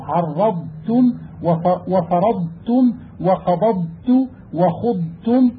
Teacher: فصل منه: وإذا سكنت الضاد وأتت بعدها تاء وجب التحفظ ببيان الضاد لئلا تندغم في التاء لسكونها ورخاوتها وشدة التاء